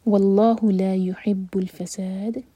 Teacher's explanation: لام جلالہ ہیوی اور فساد دال پر قلقلہ اور سا چار حرکہ لمبا مد علی السکون